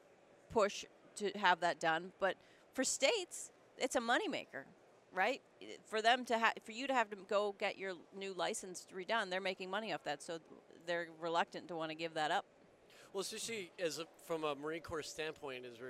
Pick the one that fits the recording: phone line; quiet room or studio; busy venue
busy venue